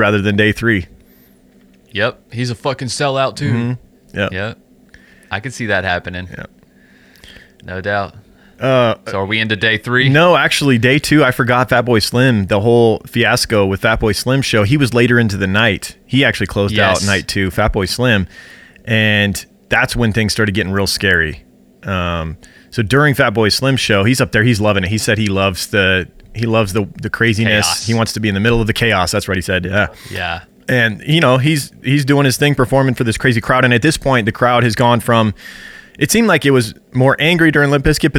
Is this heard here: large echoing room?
no